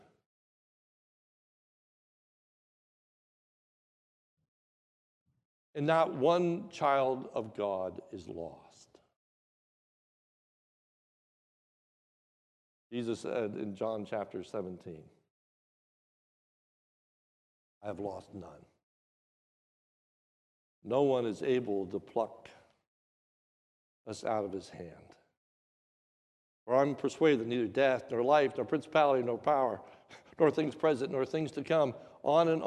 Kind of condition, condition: setting, large echoing room